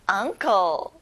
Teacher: 어가 아니라 아 소리예요.